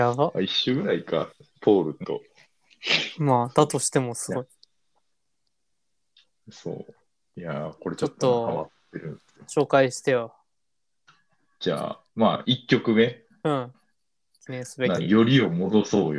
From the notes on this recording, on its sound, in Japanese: 回線トラブルに悩まされながらの収録は続く。